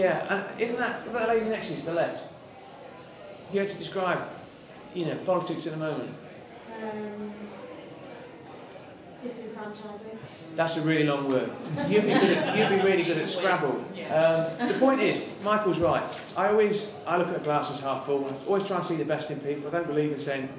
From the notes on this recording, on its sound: Held their first live event at The People’s Powerhouse, which is committed to creating a better and more equal North.